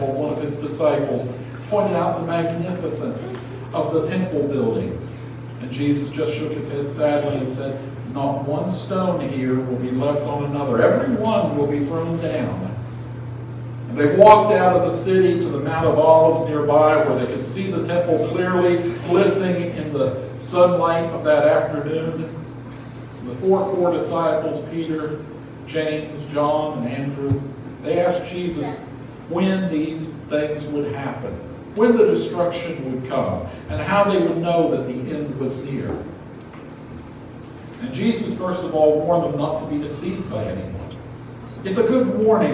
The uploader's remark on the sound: Apologies for the audio quality. Our primary audio system died, so this was recorded from the backup system.